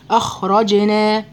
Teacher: الخاء من حروف الهمس، ليه؟ في جريان نفس معايا · Term: جريان للنفس